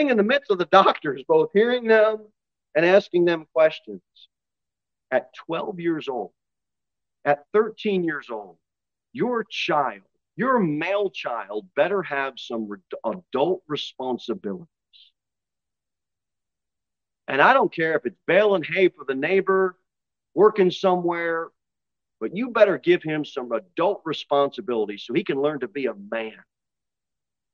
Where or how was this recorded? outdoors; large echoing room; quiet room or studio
large echoing room